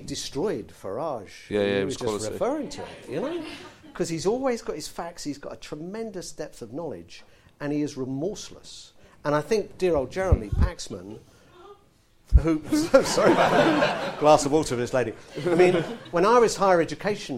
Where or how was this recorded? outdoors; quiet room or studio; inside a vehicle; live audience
live audience